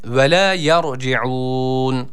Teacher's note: ra harfimiz burada yine kalın okunması gerekiyor. Kendisi sakin, kendisinden önceki harfin harekesi üstün olduğundan dolayı.